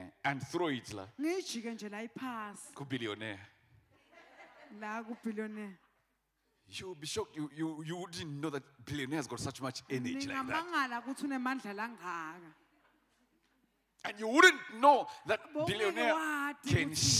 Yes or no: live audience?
yes